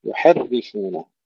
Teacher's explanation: كلمة يحرفونه أيضا ننتبه إلى ترقيق الراء، الراء هنا مرققة، ولا نقول إنها مشددة، يعني هي عبارة عن راءين، الأولى تفخم لأن قبلها فتحة، حرف ساكنة وقبلها فتحة فتفخم، لا خلاص أدغمت، الأولى أدغمت في الثانية، فصار عندنا راء واحدة مشددة وهي مكسورة فحكمها الترقيق